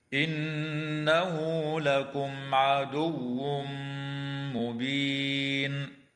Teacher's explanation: تغن النون المشددة في كلمة إنه، ويراعى وصل هاء الضمير في قوله تعالى إنه لكم، بواو لفظية تمد حال الوصل بمقدار حركتين. وتظهر الميم الساكنة عند العين في قوله تعالى لكم عدو، ويدغم التنوين في الميم مع الغنة في قوله تعالى عدو مبين.